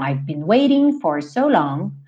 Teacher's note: você poderia cantar waiting, no problem, mas ele fez a redução do T para rarara.